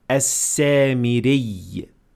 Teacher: you pronounce it basically as a doubled ya